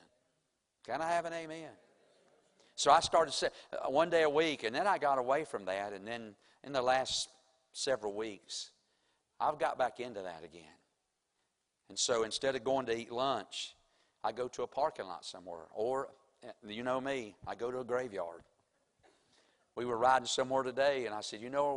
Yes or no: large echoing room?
yes